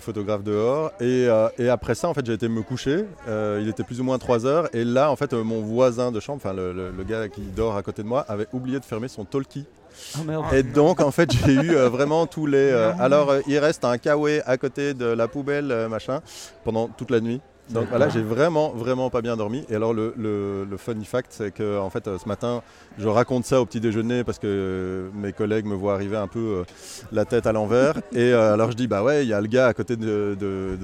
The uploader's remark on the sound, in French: Festival Esperanzah! 2022. Media est présent au coeur du festival, à la rencontre des participants.